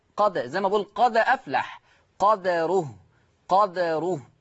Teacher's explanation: ورش عن نافع فيقرأ بسكون الدال، ويترتب على سكون الدال القلقلة